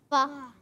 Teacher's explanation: फा की अदायगी ऊपर के दांतों के किनारे और नीचे वाले होंठ के तर हिस्से से अदा होता है